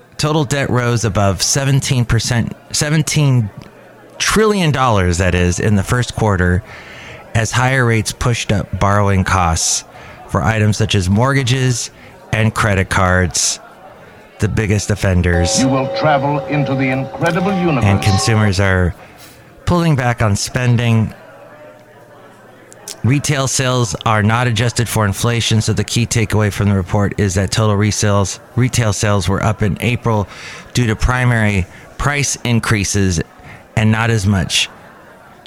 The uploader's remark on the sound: podcasts live from Café Anyway